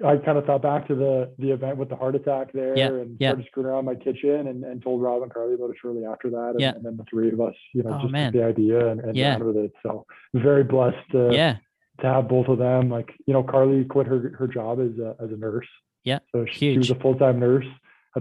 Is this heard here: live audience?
no